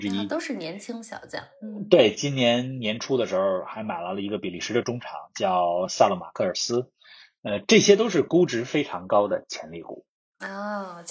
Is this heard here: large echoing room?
no